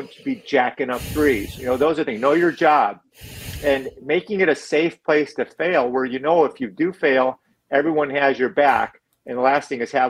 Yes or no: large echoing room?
no